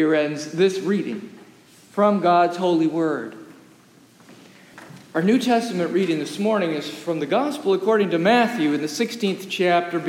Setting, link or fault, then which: setting, large echoing room